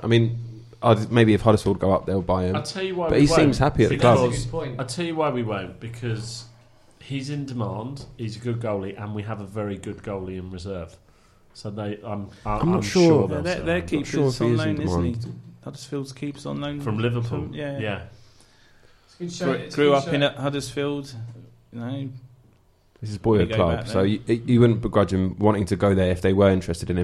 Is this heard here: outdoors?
no